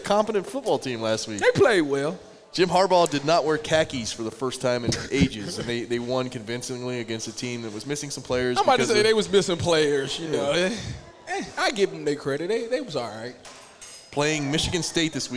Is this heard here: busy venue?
yes